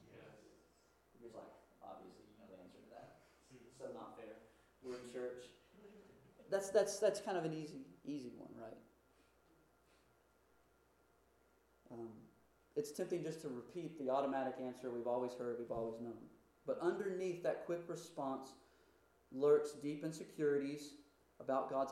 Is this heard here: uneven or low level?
yes